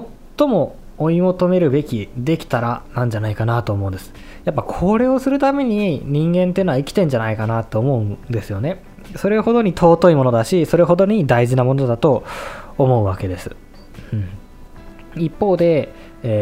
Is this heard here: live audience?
no